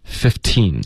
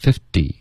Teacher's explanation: 15会保持一个特的音15，好， 50会浊化这个特音50